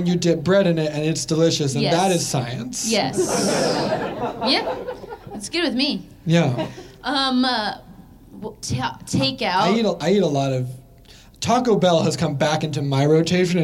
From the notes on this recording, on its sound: LIVE at Good Good Comedy in Philadelphia. This episode was recorded live.